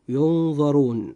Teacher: تلاحظ معي أخي المسلم أن حرف الراء جاء في هذه الكلمة مضموما، فيجب أن ينطق مفخما هكذا: ينظرون.